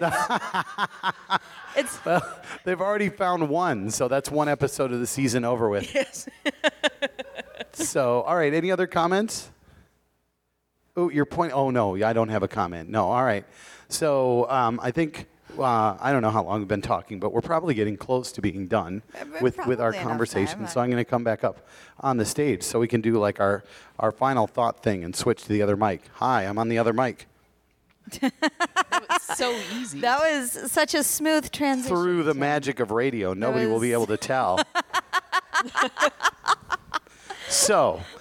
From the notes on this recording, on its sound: We actually got to watch this week’s movie in a movie theatre! Pepitos Parkway Theatre was kind enough to host a live recording of our podcast. A small but vocal group joined us.